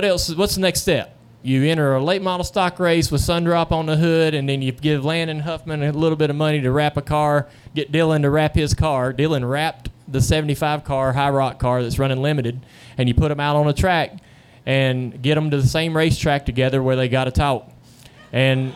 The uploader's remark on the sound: Wednesday Q&A Session Live at North Wilkesboro. We have a special bonus episode live from North Wilkesboro Speedway.